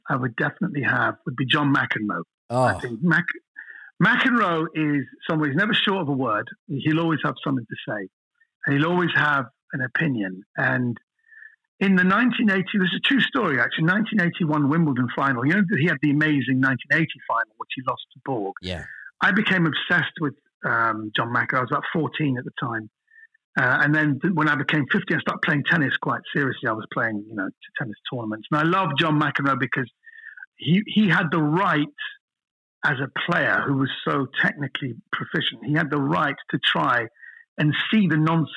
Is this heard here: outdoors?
no